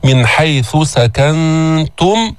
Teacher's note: جئنا بالإخفاء في النون الساكنة عند التاء